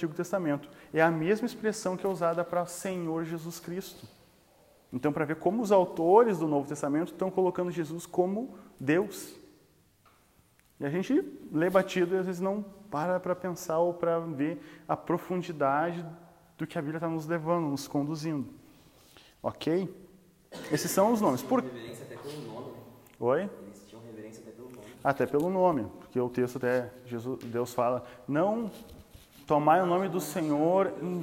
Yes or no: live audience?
yes